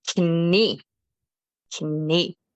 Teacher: contrary to English, we do pronounce the K when it is in front of an N. So it's pretty much written the same, except we do pronounce the K.